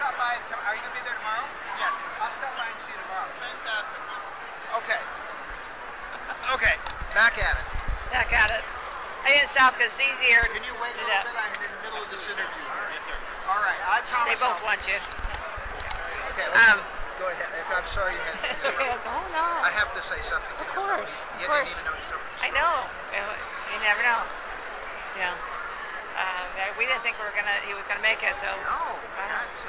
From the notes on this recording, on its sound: We talked LIVE from Phoenix ComiCon